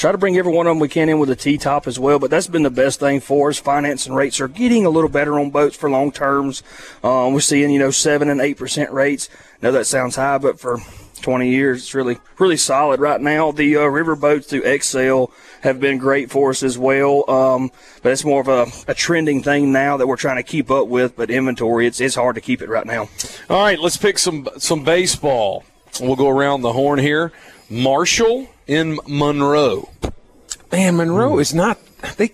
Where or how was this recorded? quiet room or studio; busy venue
busy venue